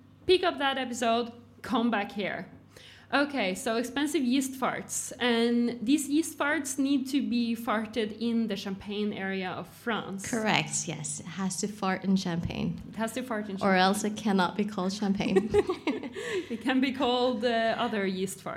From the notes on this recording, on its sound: Bonus episode from the LIVE PODCAST at the Bra Kokt Festival in Bergen!